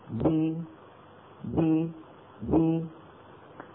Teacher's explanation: الباء المكسورة تخرج أيضا بالتباعد بين الشفتين، ويصاحب ذلك انخفاض للفك السفلي